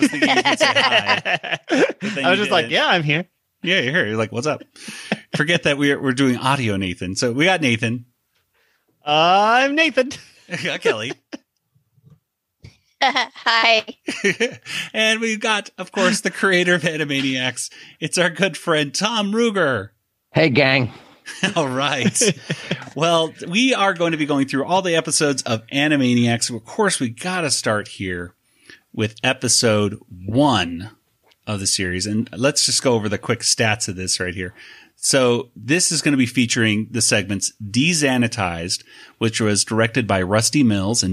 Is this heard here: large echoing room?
no